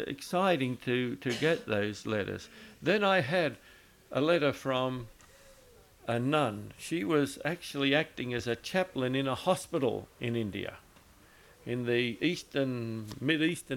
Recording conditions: large echoing room